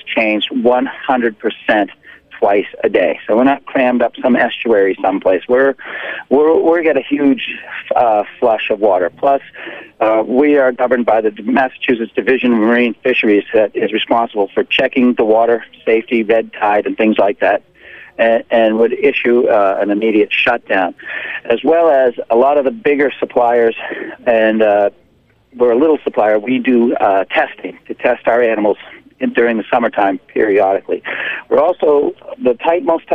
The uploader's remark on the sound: joined via the phone lines